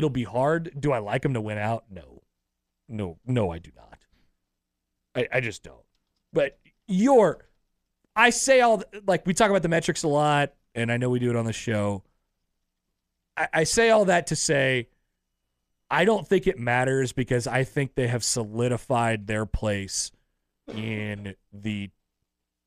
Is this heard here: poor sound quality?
no